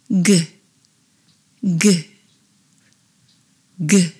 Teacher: Do you feel how the back of the tongue lifts and presses into the soft, mushy area at the back of the mouth? · Term: G sound